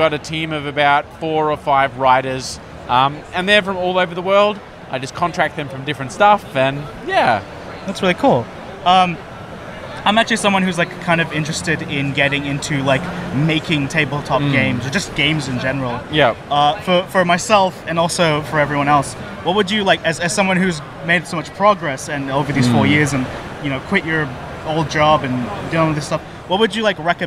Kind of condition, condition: setting, busy venue